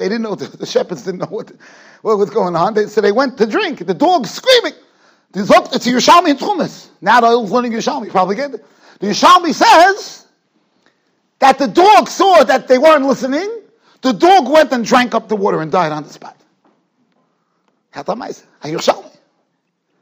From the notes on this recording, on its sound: Shiur recorded in Yeshivas Ohr Reuven, Monsey, NY